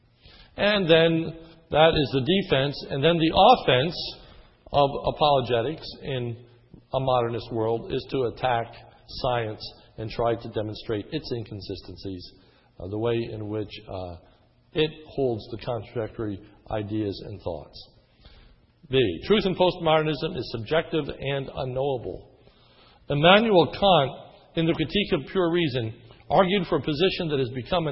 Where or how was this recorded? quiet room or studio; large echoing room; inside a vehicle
large echoing room